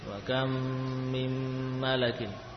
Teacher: Yang pertama idgham mim ke dalam huruf mim, وَكَمْ مِنْ. Yang kedua idgham nun sukun ke dalam huruf mim